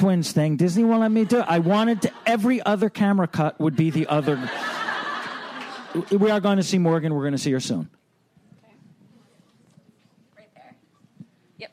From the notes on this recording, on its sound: Recorded at ATX Television Fest in June 2015.